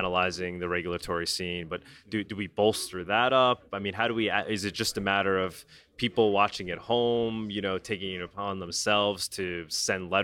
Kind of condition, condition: setting, busy venue